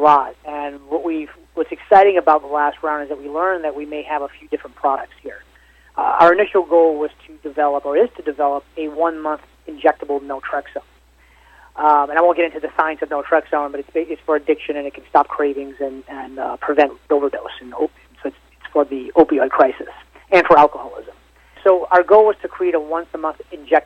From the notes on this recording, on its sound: called in to SmallCapVoice.